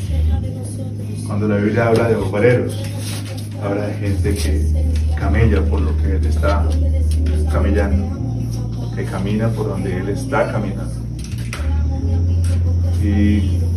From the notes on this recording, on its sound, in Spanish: Este mensaje fue grabado desde la mesa de los santos en nuestro tercer retiro del año.